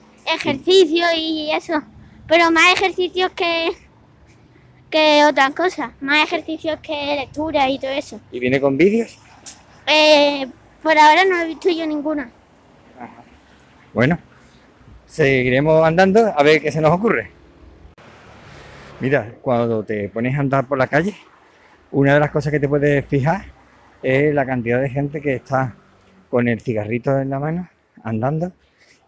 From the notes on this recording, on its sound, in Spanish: Hemos aprovechado que teníamos cosas que hacer para grabar desde la calle con el sonido ambiente.